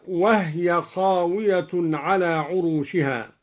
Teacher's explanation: قرأ الدوري بإسكان الهاء